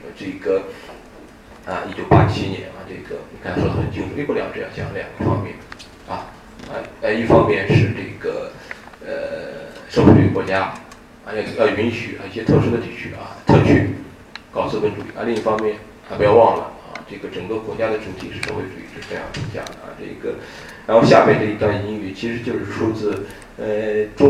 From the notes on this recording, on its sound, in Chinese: 本系列音频是由“复兴论坛”系列讲座录音整理而成